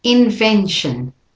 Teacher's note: all of the syllables are strong syllables or stressed syllables except for the shin